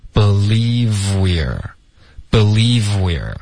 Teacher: I cannot believe 的这个 v 跟后面 we are 的这个 w 音连发